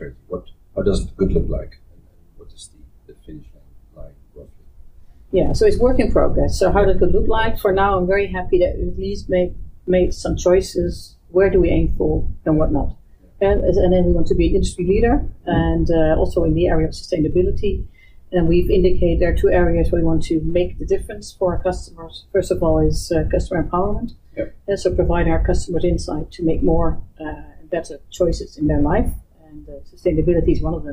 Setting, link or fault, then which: fault, poor sound quality